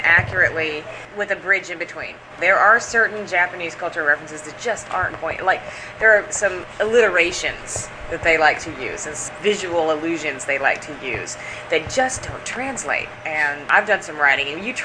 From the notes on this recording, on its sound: conducted at Otakon 2006